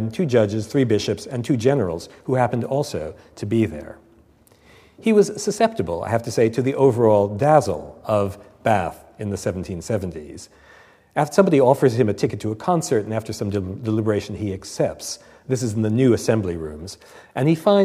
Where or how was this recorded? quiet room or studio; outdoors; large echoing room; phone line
large echoing room